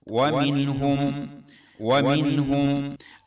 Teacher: نون ساكنة وسطية بعدها هاء تخرج منفصلة عن الهاء · Term: الإظهار